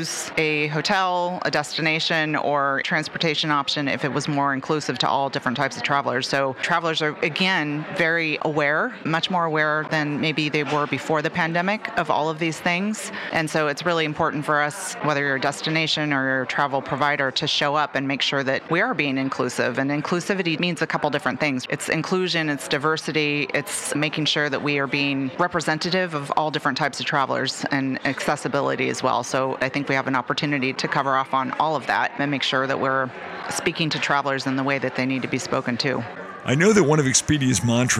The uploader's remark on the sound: Live From Travel Week